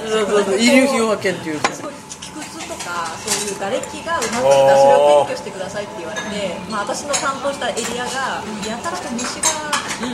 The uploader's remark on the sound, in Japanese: 三十路と四十路のまったり人生訓トークin日高屋。まったり大人呑みトーク。雑音混じり。